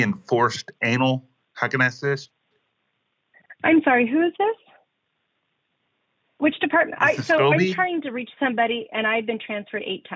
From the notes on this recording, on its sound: the world's best prank phone calls